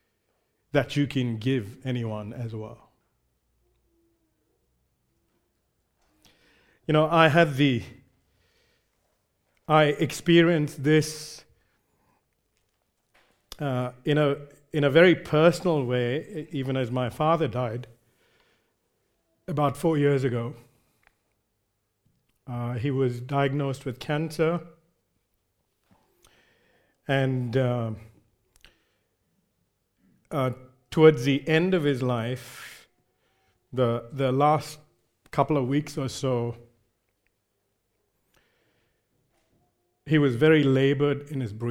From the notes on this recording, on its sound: recorded live at Grace Community Bible Church